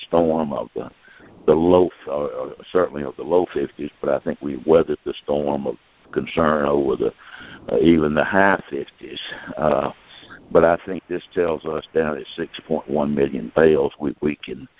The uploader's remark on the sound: Monthly Conference Call